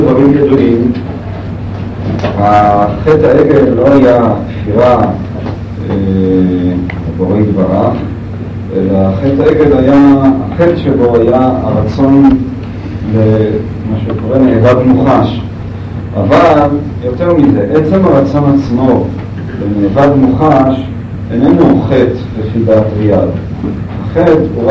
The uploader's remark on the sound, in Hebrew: ההקלטה באיכות נמוכה